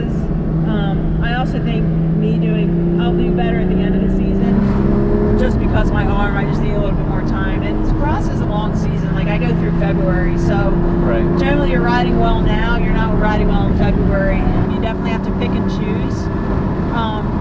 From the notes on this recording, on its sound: She took me on a ride in her 2016 Porsche Carrera for a 30 minute interview during the 2019 Trek CX Cup - the audio isn't always studio perfect, but it sure is fun